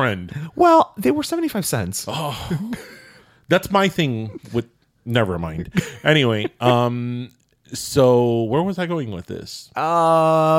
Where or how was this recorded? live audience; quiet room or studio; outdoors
quiet room or studio